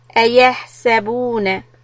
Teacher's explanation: when the ha has a sukun we need to give it time so we don't bounce the ha